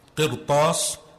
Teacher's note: So therefore you make the ra heavy, you don't make it light.